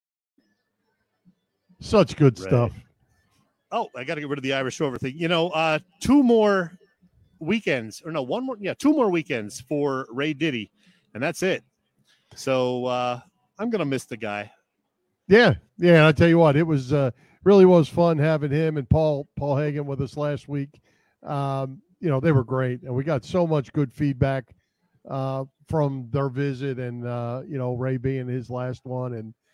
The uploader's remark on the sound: Live From the Linc for Women Against Abuse Event. Live from Lincoln Financial Field!